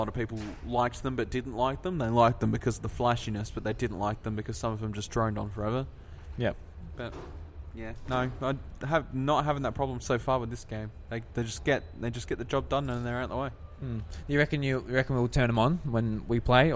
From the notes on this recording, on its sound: live from PAX sitting uncomfortably in a quiet corner in the foyer